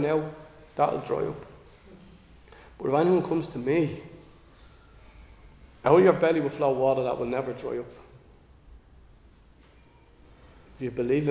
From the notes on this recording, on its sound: Recorded live in Liberty Church on 18 June 2023.